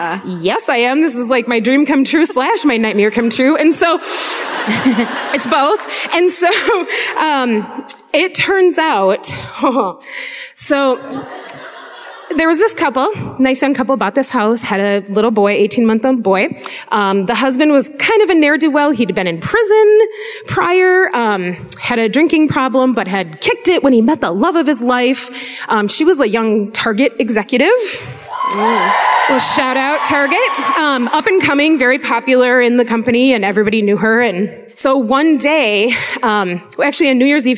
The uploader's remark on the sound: Live at the Northrop Auditorium in Minneapolis (2019)